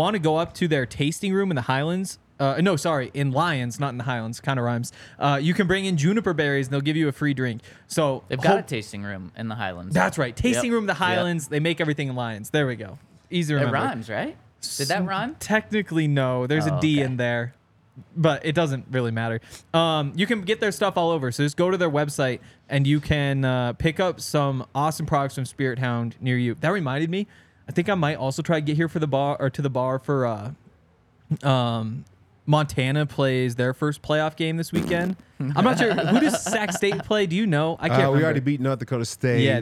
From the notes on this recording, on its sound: coming to you LIVE from the DNVR Bar